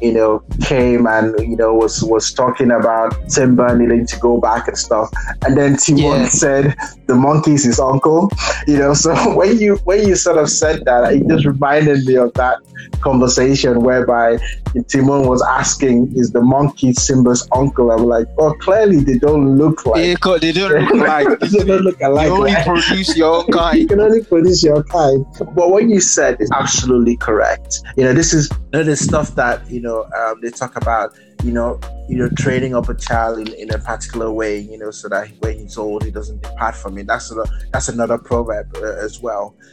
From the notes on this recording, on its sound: Apologies for some technical issues on sound quality due to Covid19 isolation.